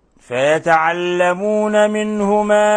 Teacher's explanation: نون ساكنة جاء بعدها حرف الهاء، الحكم التجويدي إظهار حلقي، منهما إظهار حلقي، احذر من إخفائها، احذر من تشديد النون، من إخفاء النون.